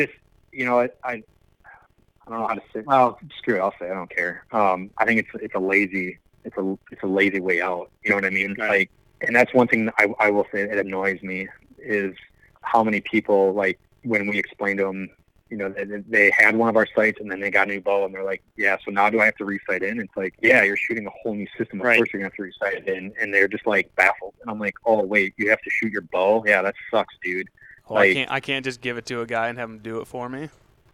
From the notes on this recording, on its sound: This episode was recorded back in Early spring when everything in Michigan was shut down. I had to call in myself, so the audio is a little iffy.